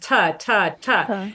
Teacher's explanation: the meeting of the tongue to the alveolar ridge, which is how you make a T. So if you do a T sound, ta, ta, ta, you can feel it hits that alveolar ridge and it stays there for just a minute.